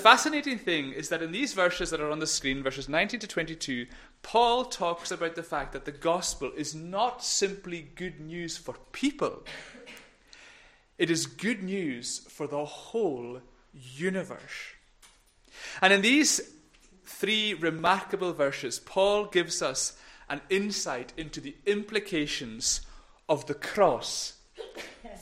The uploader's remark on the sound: Recorded at North Harris Free Church Sunday morning.